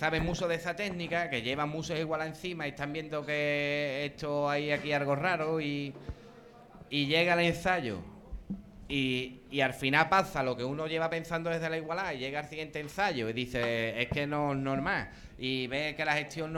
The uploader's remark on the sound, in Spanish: Semana Santa 2023 en Chiclana realizado en directo desde laTasca el 22.